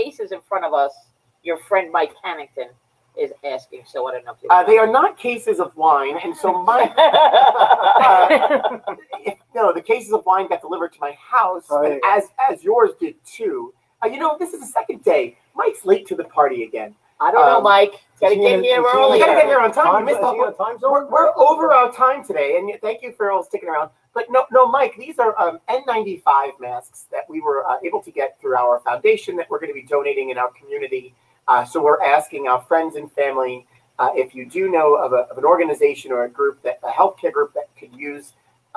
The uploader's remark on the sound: Live From Rab's